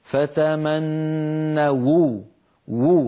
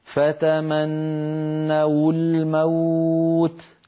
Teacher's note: كانت العرب في مثل هذا الموضع تتخلص من التقاء الساكنين بضم الواو هكذا فتمنوا وو، فينطقون واو مضمومة وفي الوصل تكون هكذا فتمنوا الموت.